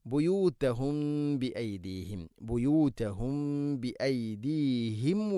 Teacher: സാക്കിനായ മീമിന് ശേഷം ബ വന്നാൽ ഇഖ്ഫ ഷഫവി എന്നാണ് പറയുക. അഥവാ ചുണ്ടിലൂടെ അത് അവ്യക്തമാക്കിക്കൊണ്ട് മണിച്ചുകൊണ്ട് ഉച്ചരിക്കുന്നതാണ് ഉത്തമം.